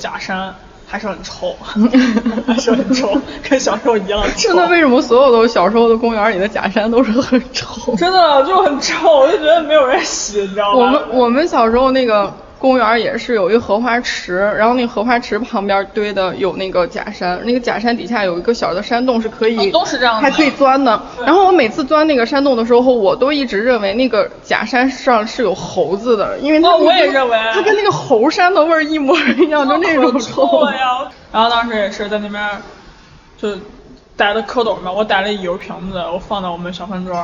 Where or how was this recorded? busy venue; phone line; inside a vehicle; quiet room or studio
busy venue